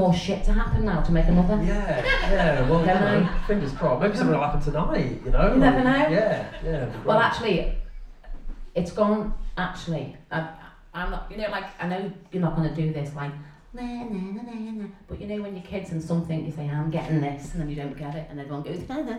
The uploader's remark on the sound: The Proper Mental Live Show was recorded in front of an audience. To chat to on stage!